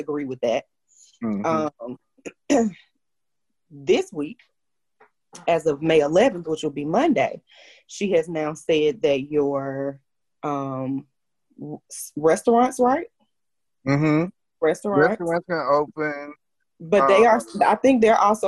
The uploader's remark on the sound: it's our first Zoom Podcast